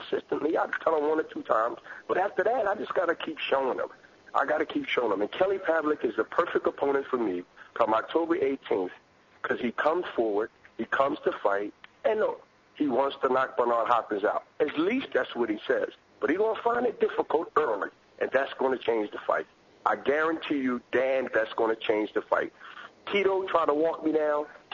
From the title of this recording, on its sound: Conference call